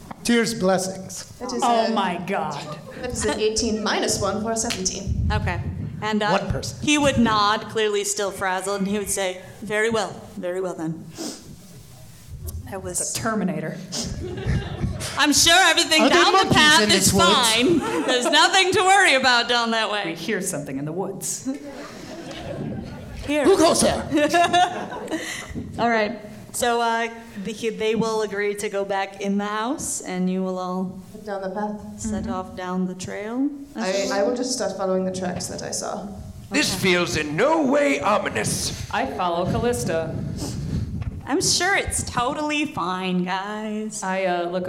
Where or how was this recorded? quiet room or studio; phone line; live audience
live audience